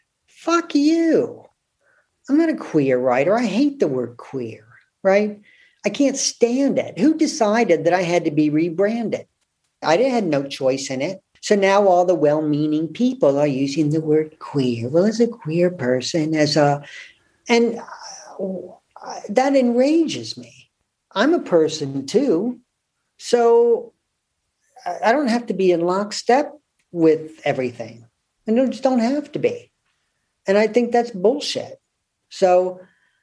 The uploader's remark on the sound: This conversation was recorded remotely